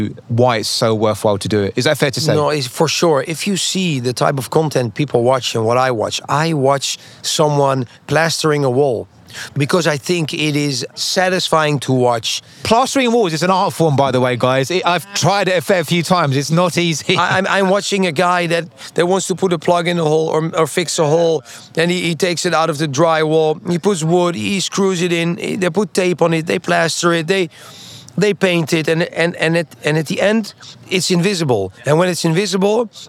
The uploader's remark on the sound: on location at this year's Art Miami